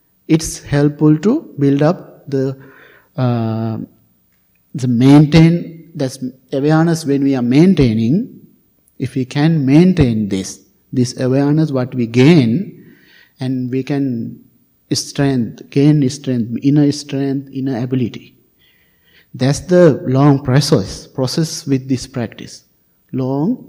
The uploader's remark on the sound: Recorded at the Blue Lotus Buddhist Temple on 2023-07-17. Recorded at the Blue Lotus Buddhist Temple.